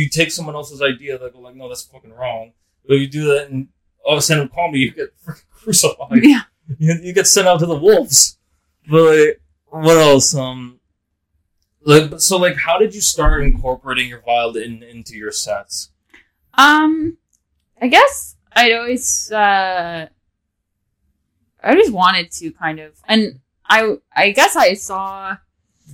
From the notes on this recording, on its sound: Sorry for the audio. I figures d out the issue.